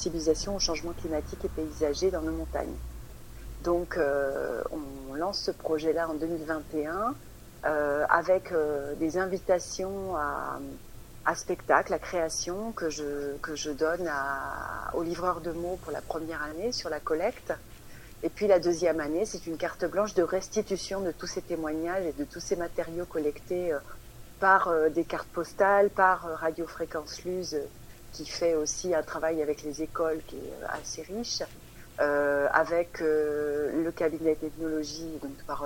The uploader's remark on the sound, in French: Interview téléphonique